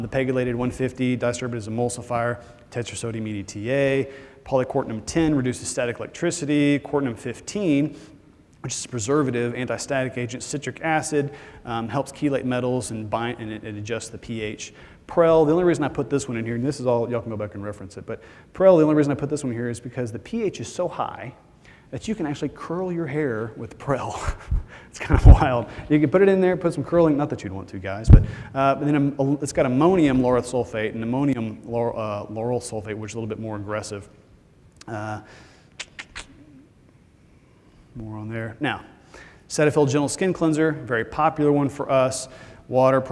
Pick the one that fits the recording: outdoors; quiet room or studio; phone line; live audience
live audience